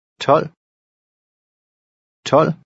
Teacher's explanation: a final V is usually silent or barely pronounced.